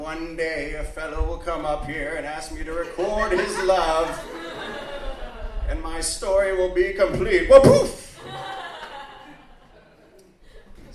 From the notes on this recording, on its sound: Live From The Centennial Lounge. This week’s episode features winners from the Wednesday Night VFW Open Mic who are selected to perform a special feature show once a month!